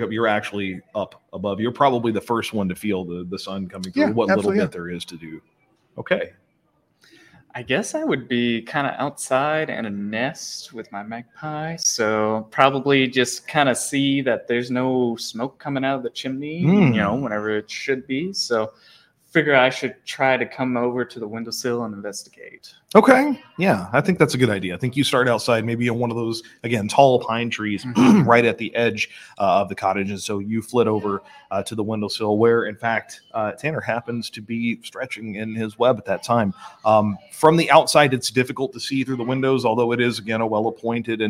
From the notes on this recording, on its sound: LIVE From Comic Con! PZ85 was honored to be invited to Cape Comic Con.